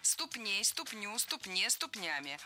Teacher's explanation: Слово «ступня» имеет ударение на окончании во всех формах.